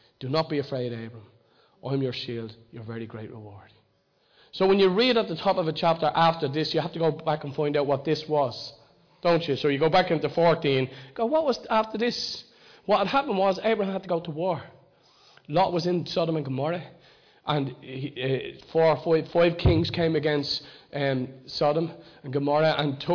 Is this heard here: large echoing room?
yes